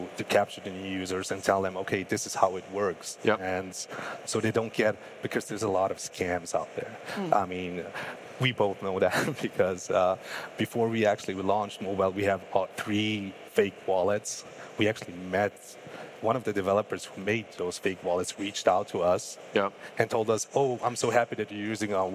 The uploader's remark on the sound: Live from Breakpoint 2021. Thanks to everyone in the audience.